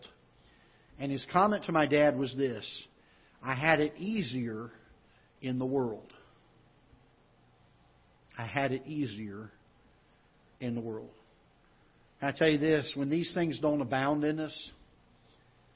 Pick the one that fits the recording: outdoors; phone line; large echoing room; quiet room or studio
large echoing room